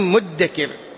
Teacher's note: ثم أدغمت الذال في الدال فصارت مدكر، وهي قراءة كل القراء، ما في أحد يقرأها بالإظهار، وهي مرسومة في المصحف هكذا مرسومة بالدال، فهل من مدكر؟